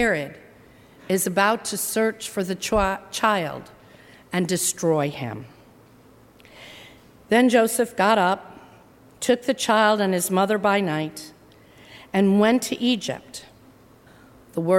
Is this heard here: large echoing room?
yes